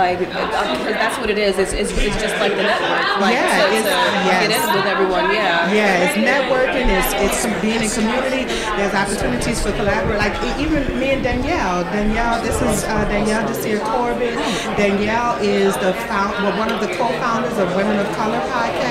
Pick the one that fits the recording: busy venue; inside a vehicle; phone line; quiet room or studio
busy venue